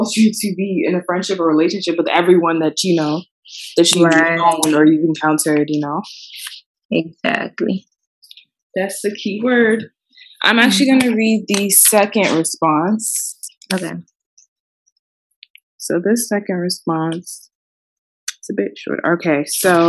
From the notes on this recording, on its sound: This audio was recorded via ZOOM so bear with us please